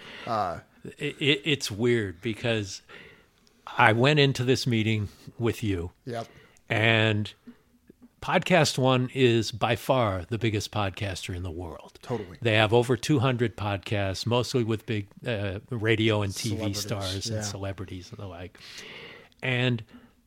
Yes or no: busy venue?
no